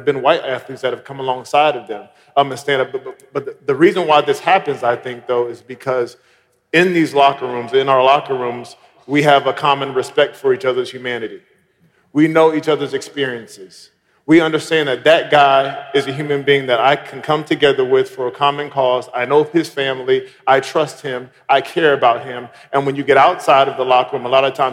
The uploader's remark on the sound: panel discussion at our MLK50 conference